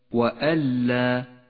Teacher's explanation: النون الساكنة وبعدها حرف اللام إدغام بلا غنة تسقط النون من اللفظ وتشدد اللام التي بعدها